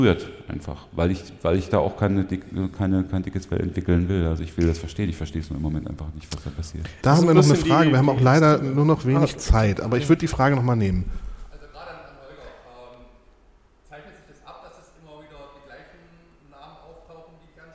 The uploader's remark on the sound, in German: Live vom 36C3